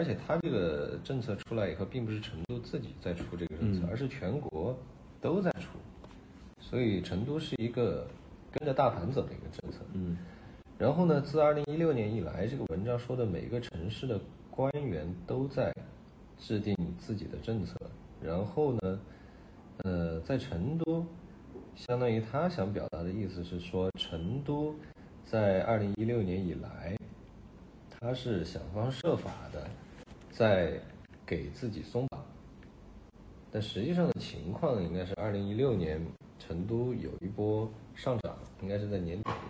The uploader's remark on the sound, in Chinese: 首次录播客，录音、剪辑、制作都还有点把握不住，先说声抱歉。